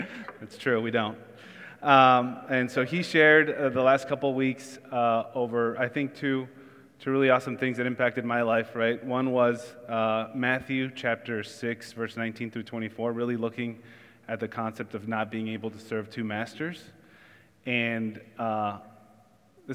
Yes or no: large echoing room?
yes